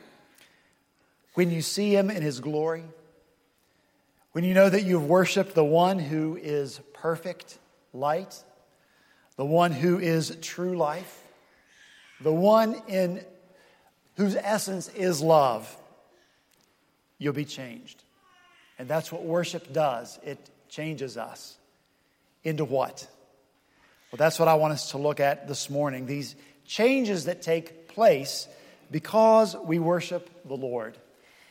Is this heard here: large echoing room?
yes